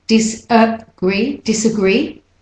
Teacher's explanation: So it's not disagree, disagree. So that A in there is the schwa vowel, de-stressed